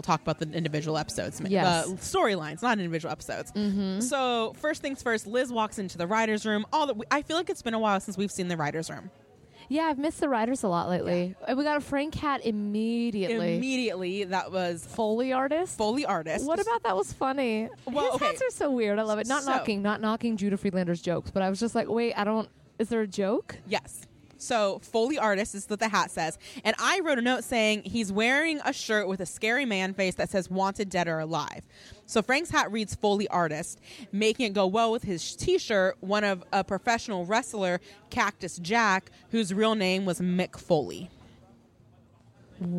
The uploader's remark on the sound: Live from Porto's. From the birthplace of this podcast, Porto's in Downey, CA! Enjoy the subtle sounds of people and cars in the background.